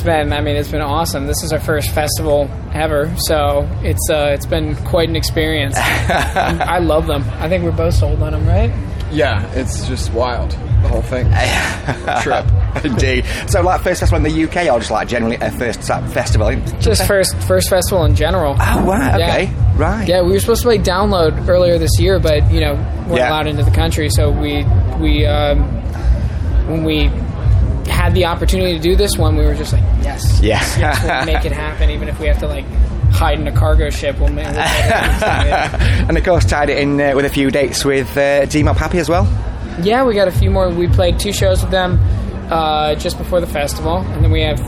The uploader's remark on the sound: TURS All Talk Leeds Festival. After a stellar set at Leeds Festival 2021.